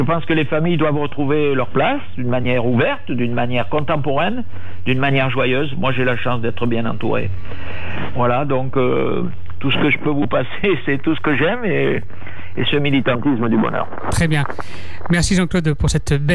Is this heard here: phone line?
yes